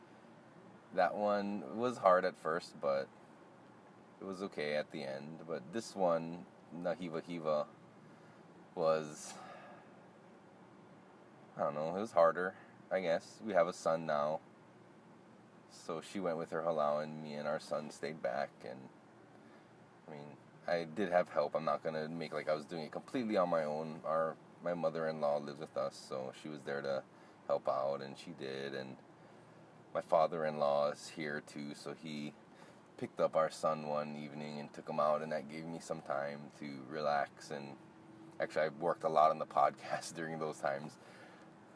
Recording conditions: inside a vehicle